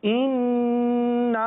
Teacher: मद मुनफसिल है, 2 या 2.5 अलिफ तक खींच के पढ़ना है